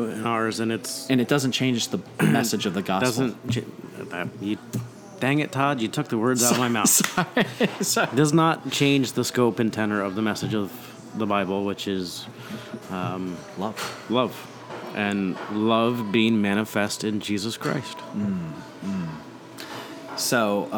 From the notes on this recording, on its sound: This episode was recorded at The Barrel House Restaurant in Newton, NJ. This episode was recorded at The Barrel House Restaurant in Newton, NJ.